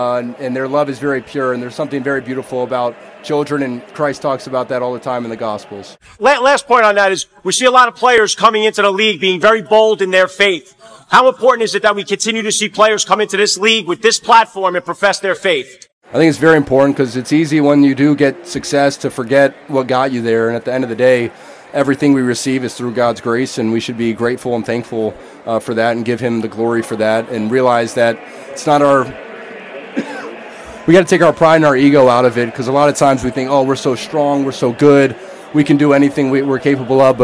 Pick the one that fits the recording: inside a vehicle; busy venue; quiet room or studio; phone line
busy venue